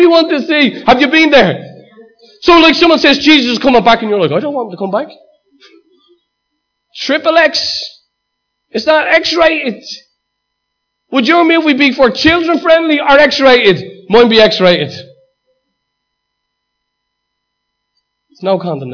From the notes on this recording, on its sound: Recorded live at Liberty Church on 10th Feb 2019